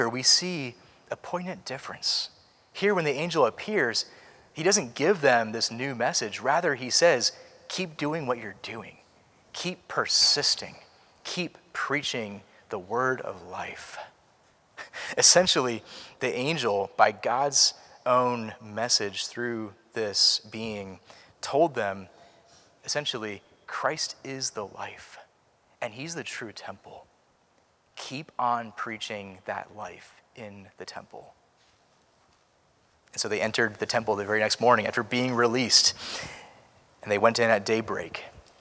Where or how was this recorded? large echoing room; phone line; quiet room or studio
large echoing room